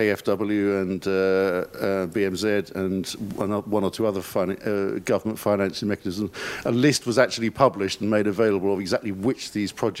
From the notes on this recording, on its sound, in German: Panel zur Tagung «Vom Aussterben bedroht?